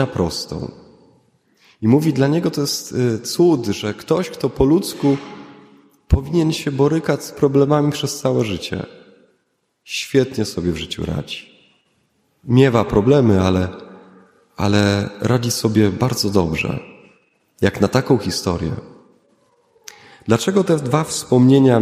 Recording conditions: large echoing room